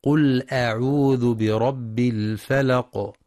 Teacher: يخطئ بعضهم فيقرأ بتفخيم همزة أعوذ، والصواب ترقيقها لأنها من حروف الاستفال ومثلها في جميع القرآن، والبعض يقرأ قل أعوذ كأنها همزة وصل قل أعوذ على غير رواية حفص بالنقل، والصواب تحقيقها فهي همزة قطع مع التأكيد على سكون اللام في قل وليس فتحها، وذلك في المعوذتين.